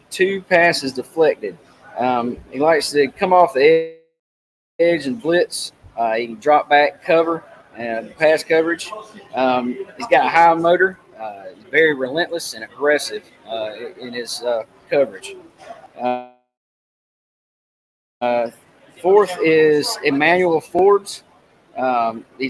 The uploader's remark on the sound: Fall Line Brewery remote broadcast